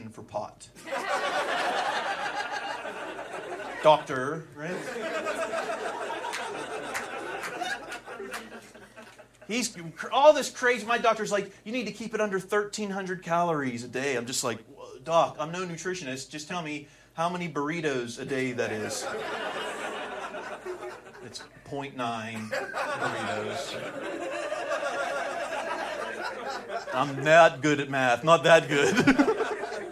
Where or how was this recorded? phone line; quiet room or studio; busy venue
busy venue